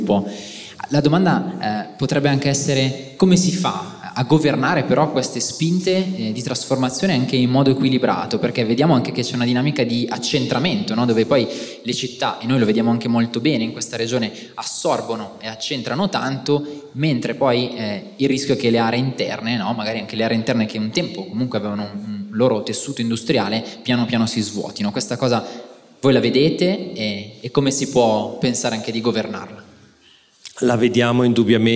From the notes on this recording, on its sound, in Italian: abbiamo registrato live il 25 Ottobre a BASE